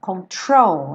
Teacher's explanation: Control, a sílaba tônica é a segunda.